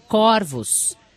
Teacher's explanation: Pesquisei e descobri que, diferentemente do singular, no plural, a palavra corvos é pronunciada com o O aberto